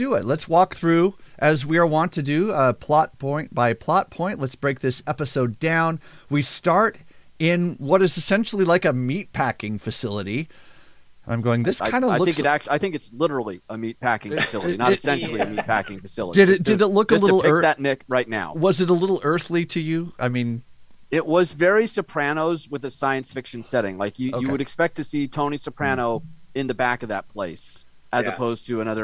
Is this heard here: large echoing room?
no